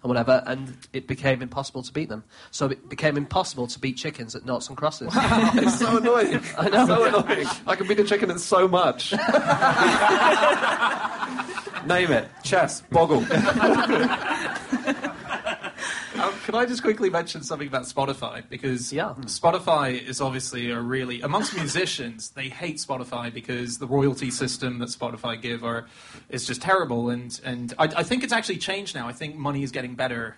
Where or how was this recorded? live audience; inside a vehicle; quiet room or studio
live audience